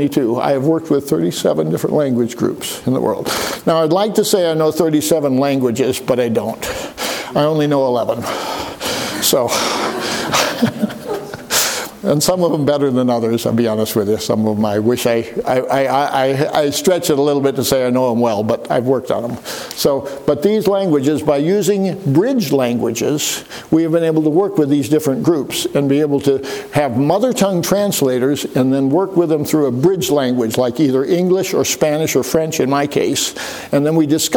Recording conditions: large echoing room